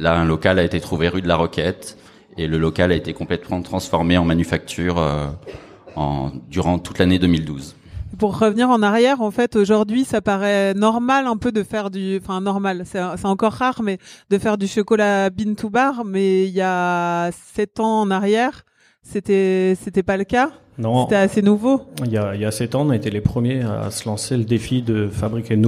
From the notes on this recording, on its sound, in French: Les APETALKS sont des live savoureux organisés en partenariat avec le Food court des Galeries Lafayette Champs Elysées. Chaque deuxième mercredi du mois, à l’heure de l’apéritif, nous invitons le public à rencontrer les fabuleux artisans qui y œuvrent chaque jour.